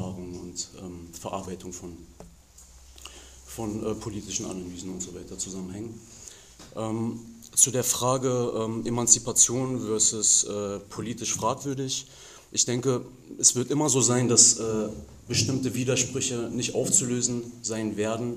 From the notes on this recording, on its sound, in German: Diese Veranstaltung wurde auf dem MarxIsMuss-Kongress 2015 aufgezeichnet.